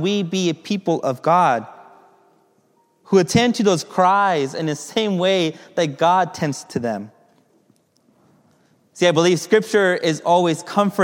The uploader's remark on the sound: Message delivered during the Contemporary Worship